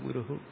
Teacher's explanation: ഗുരു ഹു എന്ന് നമ്മൾ ഉച്ചരിക്കും. അവിടെ ഹു ഒന്നുമില്ല, എന്നാൽ നമ്മൾ ഉച്ചരിക്കുമ്പോൾ അങ്ങനെ ഉച്ചരിക്കുന്നു ഗുരു ഹു · Term: വിസർഗം